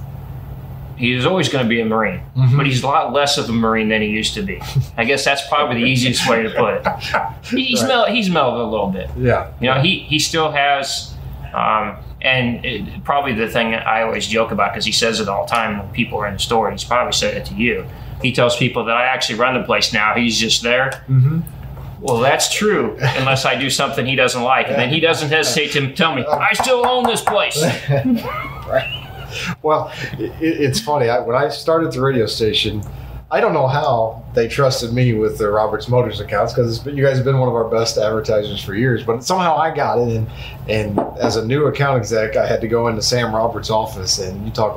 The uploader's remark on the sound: from Elijah P's Burgers and Brews in Alton